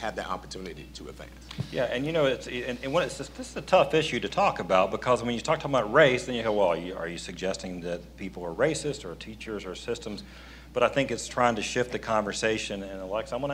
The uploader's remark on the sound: This week’s show was recorded live at the Public School Forum of North Carolina’s Eggs & Issues Breakfast.